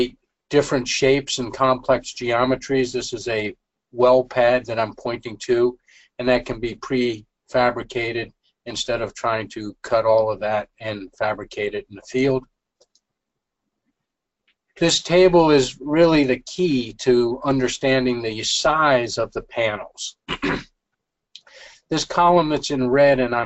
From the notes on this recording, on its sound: This is an audio version of the FGI webinar.